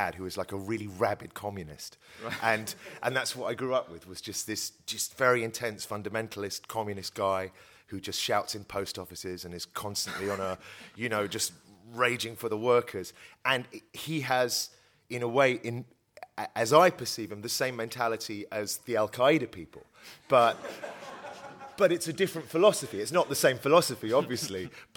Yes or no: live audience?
yes